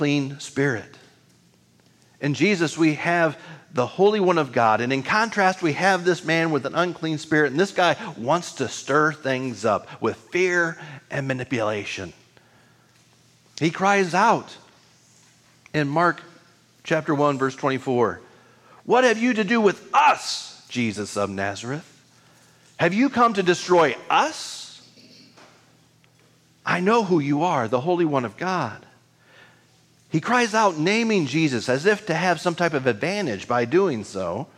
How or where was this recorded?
large echoing room